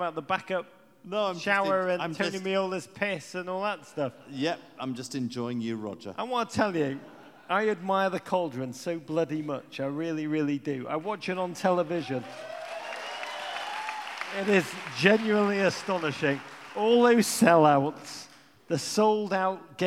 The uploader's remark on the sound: Pod Live in Kansas City